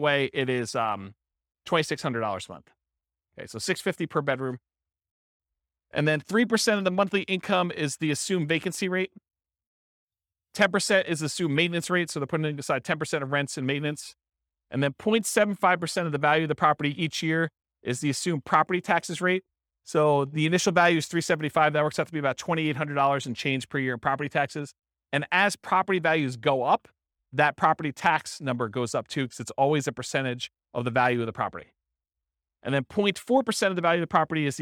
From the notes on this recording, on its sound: This was a live class recorded